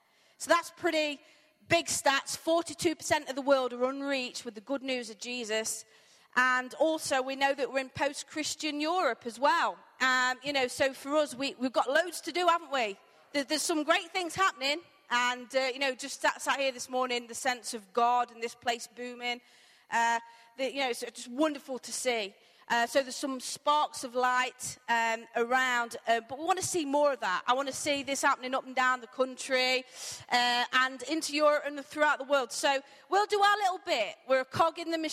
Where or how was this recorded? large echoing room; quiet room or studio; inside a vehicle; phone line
large echoing room